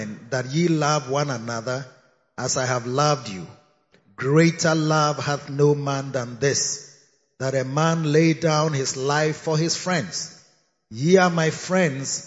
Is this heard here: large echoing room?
yes